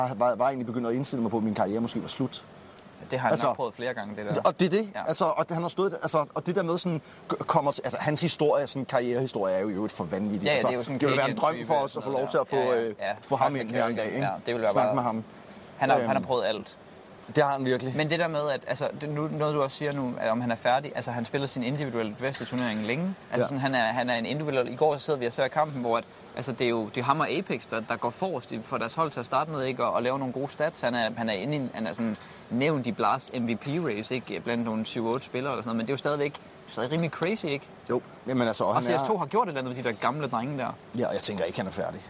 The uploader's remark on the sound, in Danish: LIVE FRA ROYAL ARENA